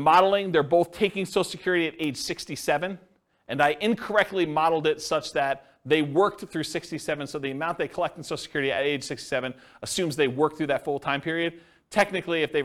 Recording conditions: live audience